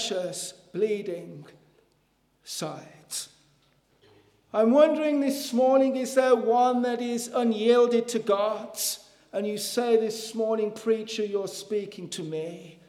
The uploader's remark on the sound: Sunday Morning. This audio was recorded at the Lifeboat Fellowship, Grange Corner, Moy.